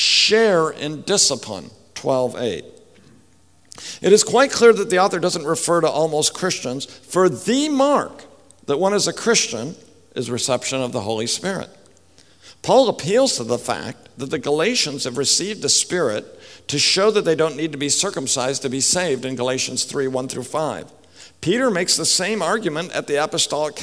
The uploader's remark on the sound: speaks at the 2015 RTS Jackson Biblical Theology Conference